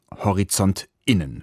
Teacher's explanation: Geschrieben wird das nämlich mit Doppelpunkt zwischen Horizont und Innen, gesprochen daher mit dem sogenannten Glottal Stop